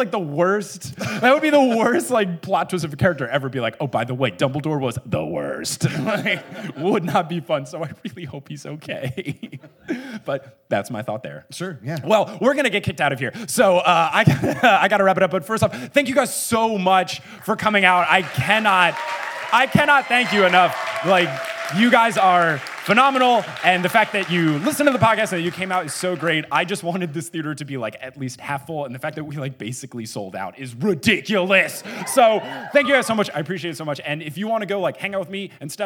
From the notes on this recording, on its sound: LIVE IN SEATTLE. A super fun Q&A session with the audience!